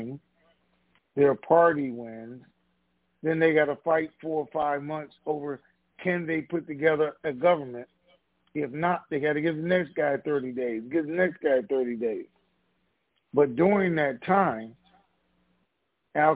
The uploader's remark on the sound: TNTSuperfantastic Conference Call